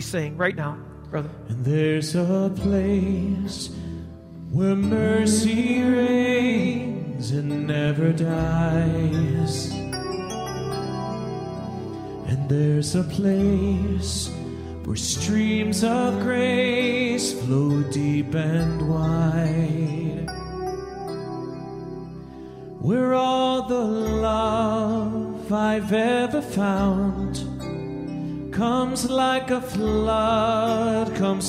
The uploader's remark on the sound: This message was recorded live at the Alabama Full Gospel Fellowship church.